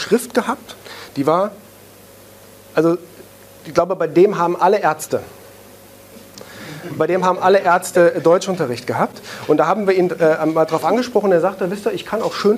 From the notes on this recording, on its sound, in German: einen Mitschnitt aus einem Vortrag